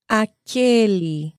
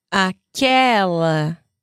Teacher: Masculine form is aquele, closed. And the feminine, aquela. It's opened.